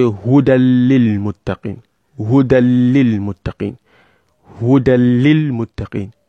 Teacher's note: you have inserted the nun completely into the lamun. Completely. There is no gunna found anywhere. · Term: idgham al-kamil